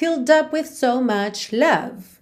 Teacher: Esquece essa letra E, tá pintadinha de cinza, ela não é pronunciada, então você pensa em filled. Ou seja, você tem o L, fill, o D entra só pra juntar no up